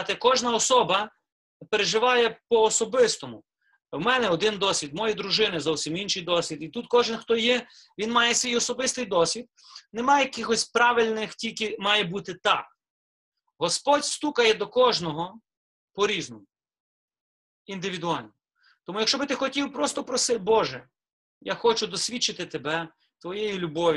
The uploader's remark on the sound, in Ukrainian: Zoom зустріч